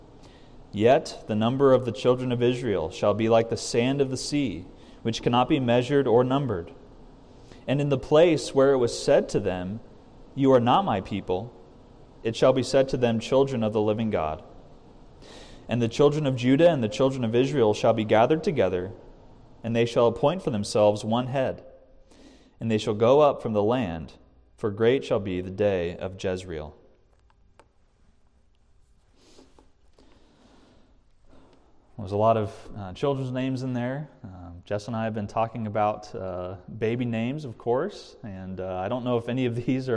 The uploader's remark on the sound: This message was recorded from the evening prayer meeting at CTK